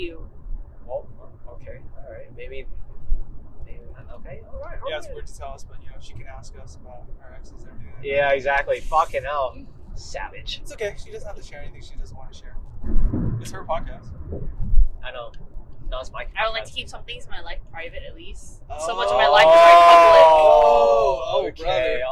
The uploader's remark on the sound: We had to take this podcast on our road with us to Eugene. We apologize for parts of the audio where you can hear the bumps in the road. Tried her best to de-noise as much of the audio without distorting the voices.